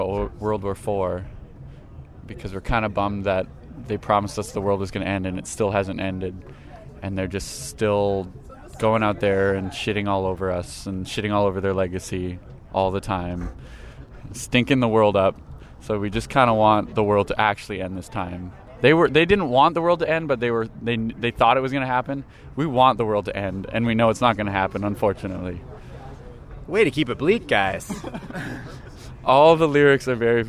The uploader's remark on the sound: Outside the Media Club before a Monday night show. In the middle of our chat, he got into a fight with his roommate about all the records that were clogging up their living room.